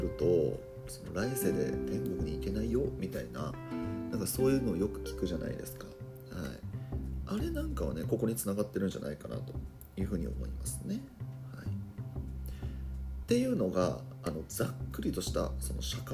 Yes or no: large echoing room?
no